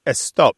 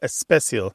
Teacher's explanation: This adding of the eh sound before an S word in Spanish and some of the Indian languages is well known and well studied by linguists. It's part of the sound sequencing rules of language that make it happen. · Term: prothesis